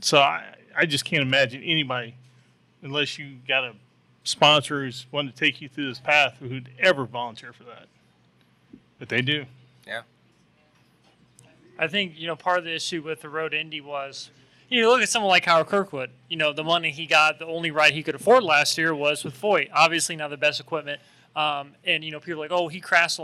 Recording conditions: busy venue